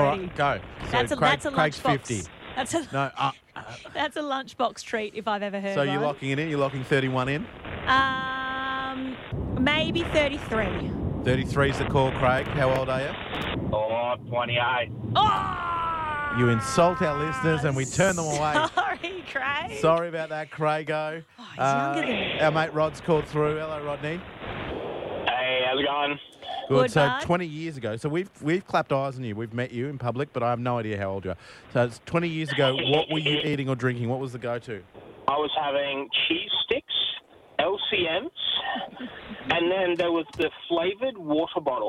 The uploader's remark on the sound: there are a ton of callers on the show